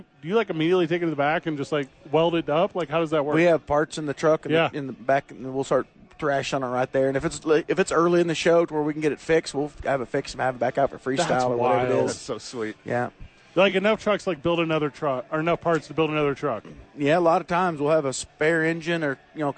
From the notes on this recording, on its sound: live from the Rio Rancho Event center